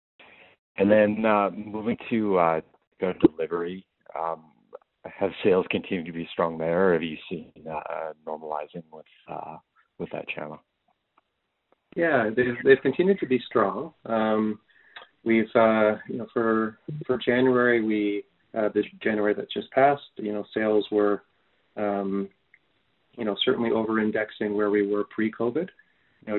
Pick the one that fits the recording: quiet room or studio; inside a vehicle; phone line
phone line